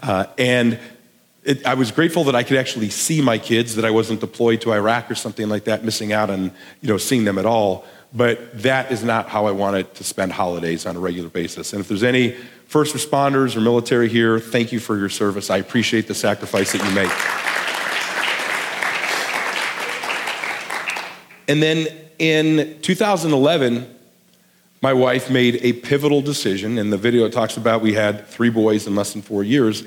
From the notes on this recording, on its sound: a sermon he delivered at The Garden Church in Bakersfield, CA